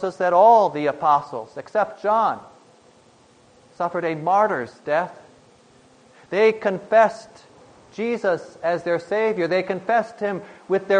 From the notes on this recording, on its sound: Preached on August 22, 2010, for the Thirteenth Sunday after Pentecost